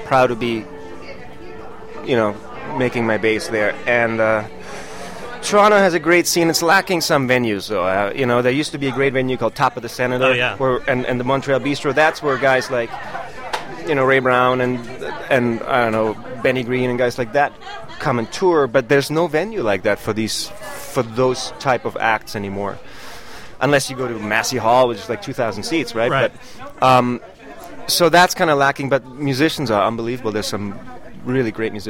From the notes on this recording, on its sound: In this interview, recorded at the 2009 Tanglewood Jazz Festival.